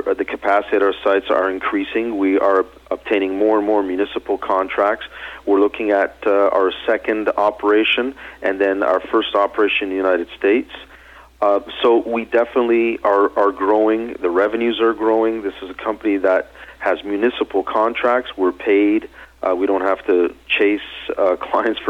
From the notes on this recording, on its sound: called in to SmallCapVoice